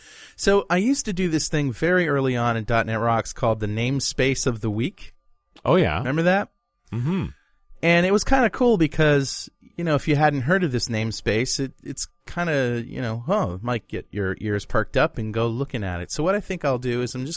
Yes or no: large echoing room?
no